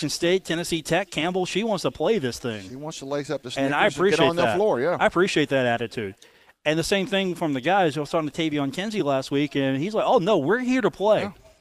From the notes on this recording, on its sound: Broadcast live from The Union Pub and Grill in Huntington. The dog that's hanging out at The Union.